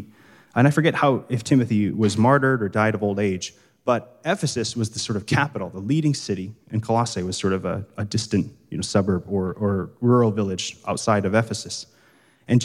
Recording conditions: live audience